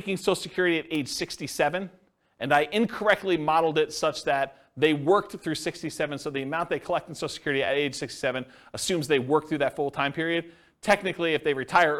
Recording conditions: live audience